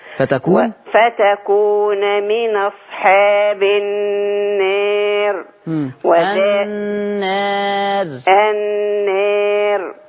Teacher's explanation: طول ما الالف مقللة يبقى الراء هتترقق كمان · Term: اماله صغرى